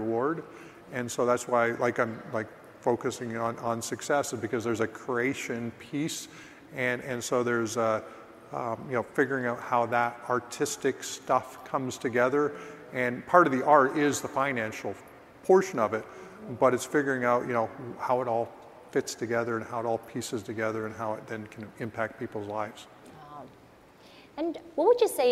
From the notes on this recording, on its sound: live from EXPCON 2022